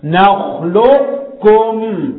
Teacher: لا، بيسموه ادغام ناقص. هبين التفخيم، هبين الاستعلاء بتاع القاف، لكن مش هديها مثلا قلقله، فتصير نخلقكم.